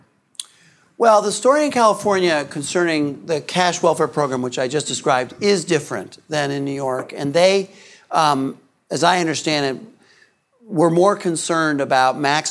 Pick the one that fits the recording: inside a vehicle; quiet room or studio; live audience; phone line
live audience